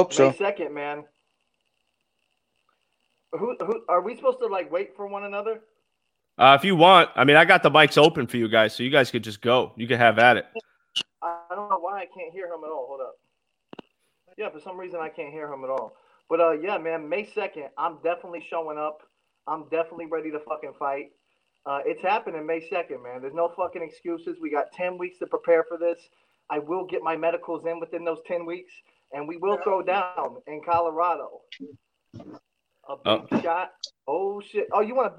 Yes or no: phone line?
yes